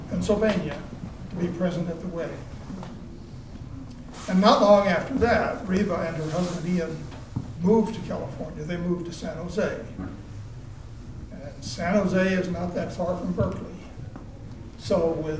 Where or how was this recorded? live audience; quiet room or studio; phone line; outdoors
live audience